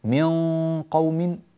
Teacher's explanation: نون ساكنة بعدها قاف فالقاف مفخمة ففخمنا الغنة